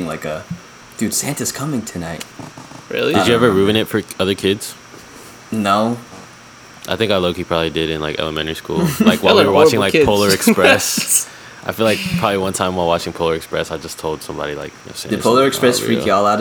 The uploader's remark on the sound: pardon the fan noise